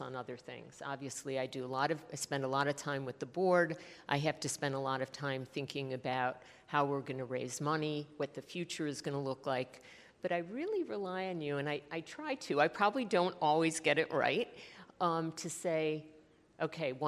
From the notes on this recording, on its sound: In this fireside chat recorded at CMO Summit 2022.